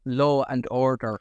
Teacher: But it's closely followed by another word beginning with a vowel sound. So an R is inserted, even though there's no R there. · Term: intrusive R's